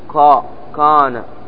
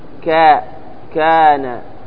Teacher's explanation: الخطأ أن تقول ماذا؟ تقول قا، قل قا كان، عندما تغلظه خطأ، وإنما تقول كا كان · Shown in: second take · Term: نطق الكاف مرققا